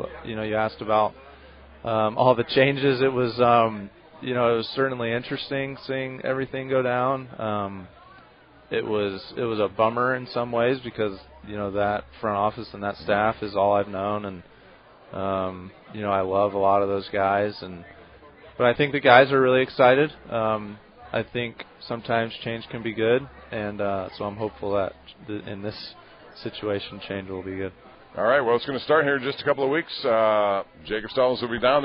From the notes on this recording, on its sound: LIVE from PiratesFest Saturday morning at PNC Park